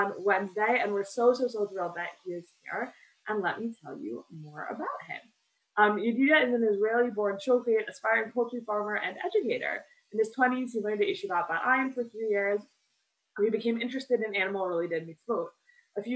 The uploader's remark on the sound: This audio was originally captured from Zoom.